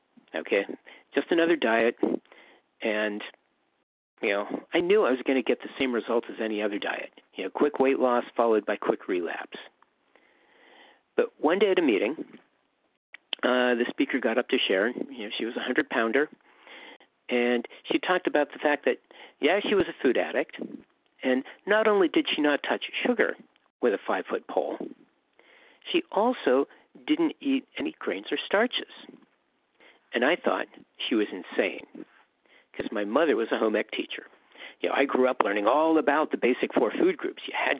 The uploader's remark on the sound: 100 Pounders Phone Meeting